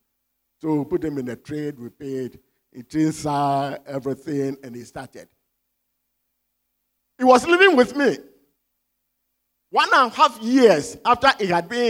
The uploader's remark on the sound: Sermon preached at CBC Shiashie Campus.